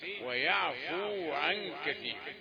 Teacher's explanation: الفعل مرفوع والواو مد حركتين